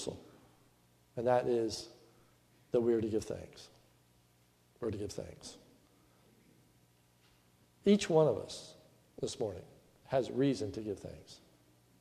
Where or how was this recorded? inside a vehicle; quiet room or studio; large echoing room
large echoing room